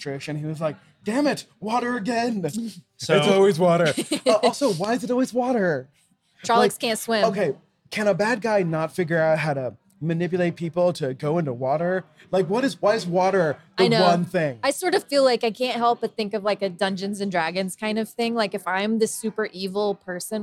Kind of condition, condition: setting, busy venue